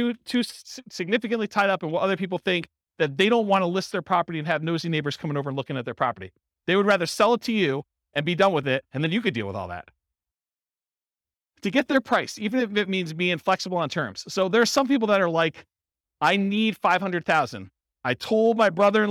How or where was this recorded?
live audience